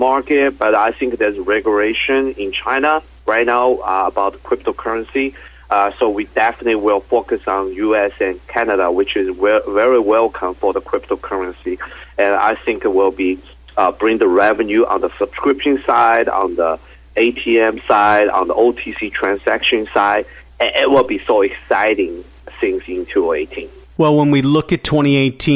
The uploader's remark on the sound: called in to SmallcapVoice.